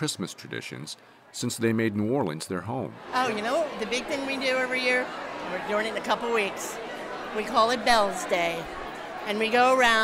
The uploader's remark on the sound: On location at the Roosevelt Hotel Lobby in New Orleans for the holiday lighting ceremony. Champagne on trays and tourists mingling with locals celebrate a spectacle that goes back generations.